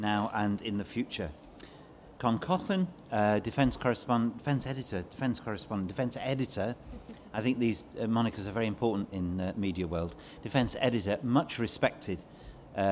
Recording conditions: busy venue